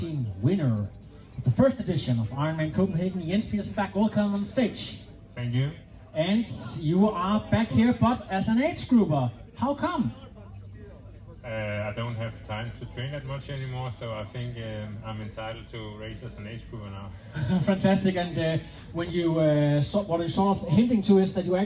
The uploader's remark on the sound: IM Cph 2023 Live on Stage. Live interviews fra Amager Strandpark.